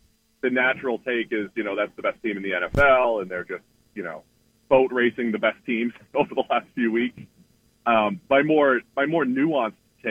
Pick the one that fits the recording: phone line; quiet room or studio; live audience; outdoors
phone line